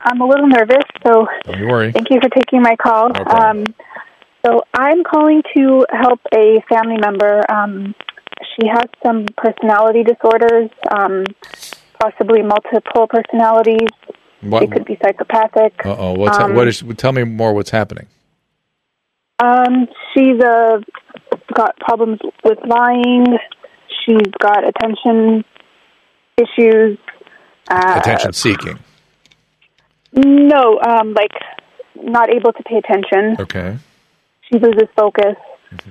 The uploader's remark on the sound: opens up the phone lines this week and takes your listener phone calls